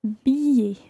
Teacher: You don't actually pronounce an L sound in there.